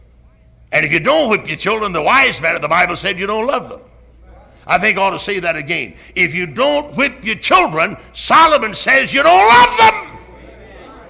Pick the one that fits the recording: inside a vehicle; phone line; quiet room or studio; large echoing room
large echoing room